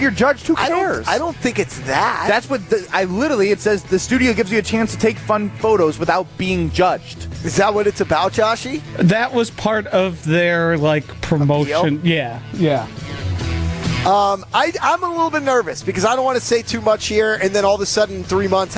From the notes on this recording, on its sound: Live from U Ridge for the Am Fam Championship.